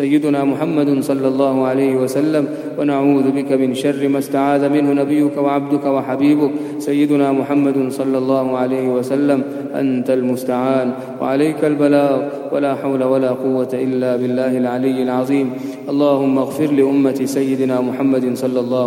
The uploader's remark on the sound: at the Houghton Masjid (West Street)